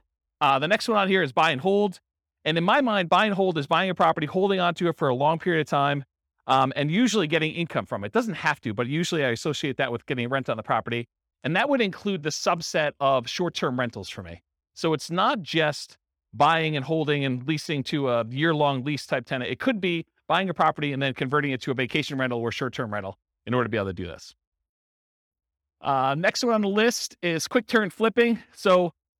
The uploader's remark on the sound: This was a live class recorded